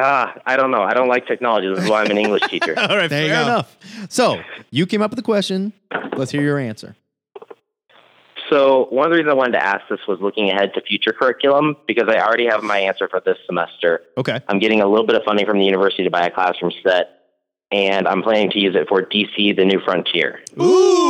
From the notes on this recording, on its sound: the weekly, comic book call-in show where YOU control the topics!